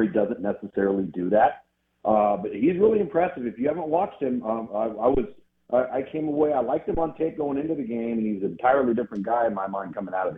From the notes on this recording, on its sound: Joins the show on the Farm Bureau guest line talking about next season in SEC football live in the BankPlus Studio.